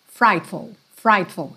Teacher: A sílaba tônica tá no fright